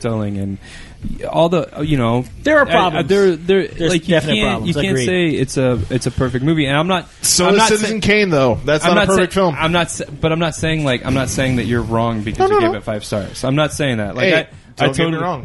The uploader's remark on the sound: All recorded live at Maui Comics & Collectibles.